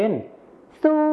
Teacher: ในภาษาไทยมาตรฐานก็จะใช้ชอช้างเหมือนกันนะครับและส่วนในภาษาไทยถิ่นอีสานนะครับก็จะใช้ซอสู้นั่นเองครับ